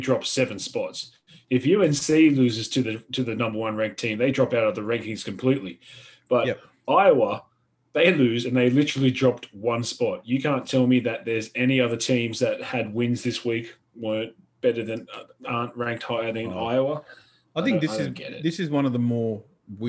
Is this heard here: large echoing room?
no